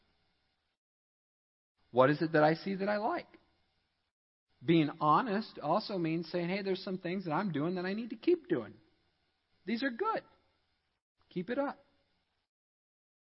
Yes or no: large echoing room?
yes